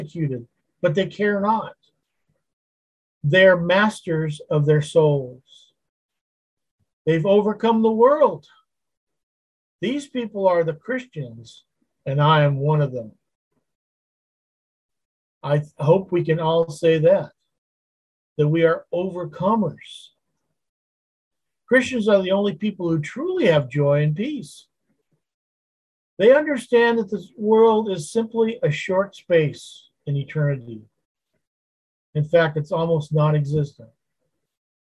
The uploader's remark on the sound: Wednesday Zoom study